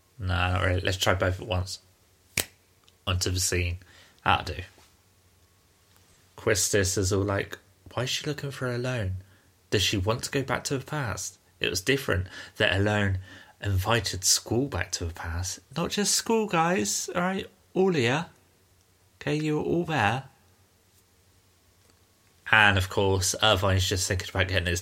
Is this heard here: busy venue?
no